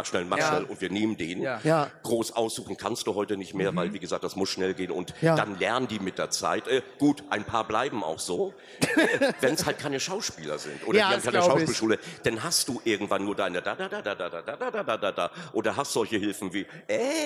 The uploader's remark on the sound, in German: Live auf der Solocon. Und um den Samstag noch besonderer zu machen sind wir am Start mit einer Live-Folge aus der Schweiz!